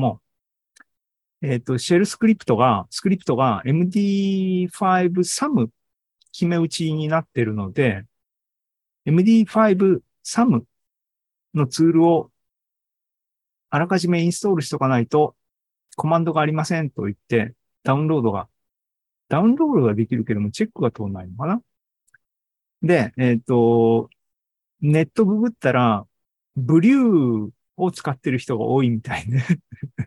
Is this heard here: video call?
yes